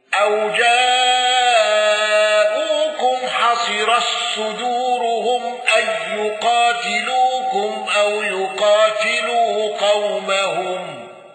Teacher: أبو عثمان الضرير بالإدغام وترك الغنة